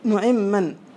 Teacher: وفيها إدغام النون في الميم